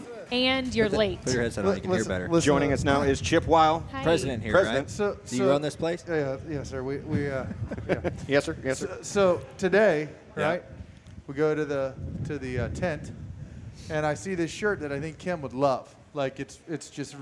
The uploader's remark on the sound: Live from Daytona